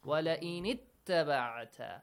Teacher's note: Wala i nit. Nun sakin will have a kasra.